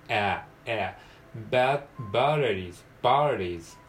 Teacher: A と E の中間音ですね。えの口の形をしてあという感じですね